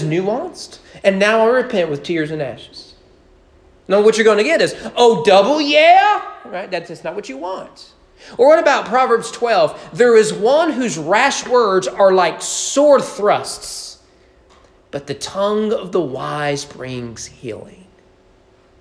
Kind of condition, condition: setting, large echoing room